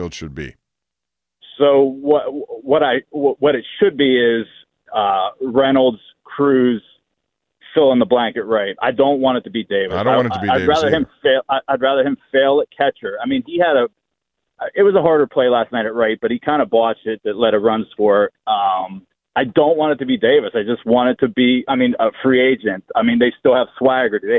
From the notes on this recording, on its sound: This fan called